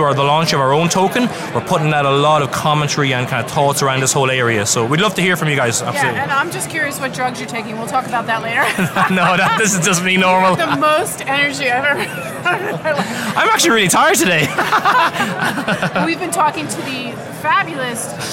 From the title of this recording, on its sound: Live From The Crypto Invest Summit West 2018